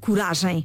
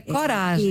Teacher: na nossa variedade, sem dúvida que o som é fechado · Shown in: first take